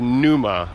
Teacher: often rendered with like a silent P at the beginning